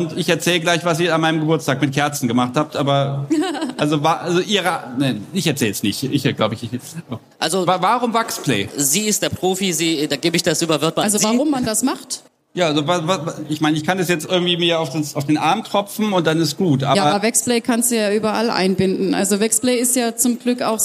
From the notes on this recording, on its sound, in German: Die erste Unvernunft vor Live-Publikum. Sind nach Hofheim gefahren, wenn dort fand die BoFeWo2023 statt. Ein Auto voll mit Audioequipment, ein paar Ideen und vor Ort tolle Menschen und eine kleine Bühne. Und schon gibt es die erste Unvernunft Live vor Publikum.